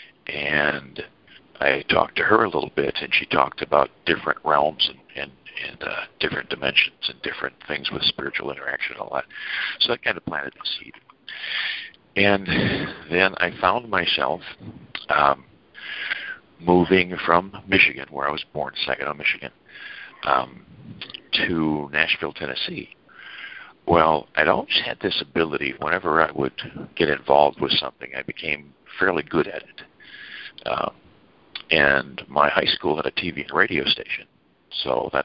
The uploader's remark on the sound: ACIM Saturday “Practical Application” Conference Call. On this call, the participants share the shifts in perception they have.